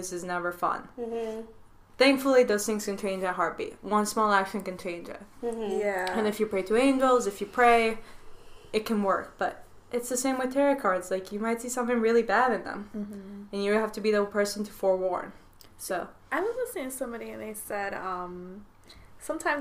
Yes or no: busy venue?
no